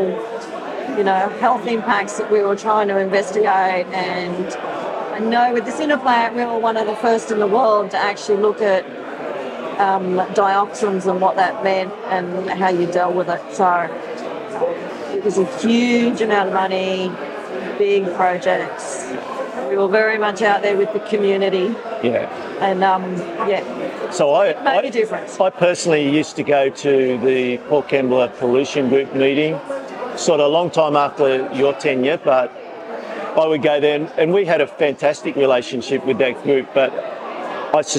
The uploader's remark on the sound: Serving as a wonderful background in the audio, you'll hear attendees socialising at the department's anniversary dinner, which was held at the Inside Industry Visitor Centre.